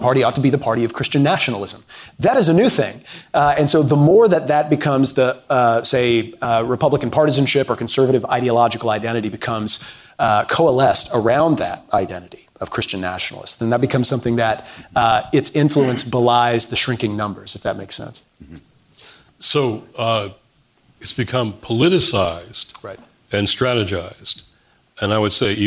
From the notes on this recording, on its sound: This episode features an live event sponsored by Georgetown’s Center on Faith and Justice